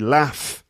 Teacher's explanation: In the North, it would be laugh with a short A sound.